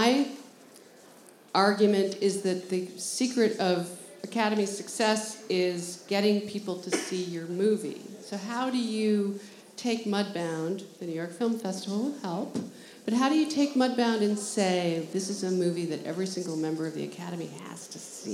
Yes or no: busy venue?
yes